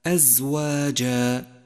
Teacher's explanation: لاحظ صفة الصفير لحرف الزاي من كلمة أزواجا أزواجا، وقد مر معك أن الصفير صوت يشبه صوت الطائر، وحروف الصفير هي الصاد والزاي والسين.